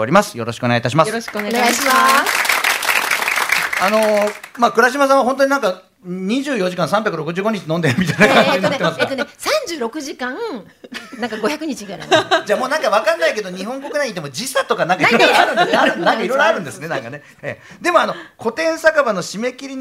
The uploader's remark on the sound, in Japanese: 公開収録。